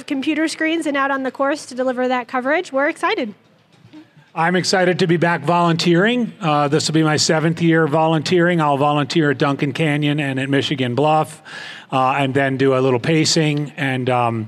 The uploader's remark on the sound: These are pre-race interviews recorded live from Olympic Valley before the 2021 edition of the Western States 100.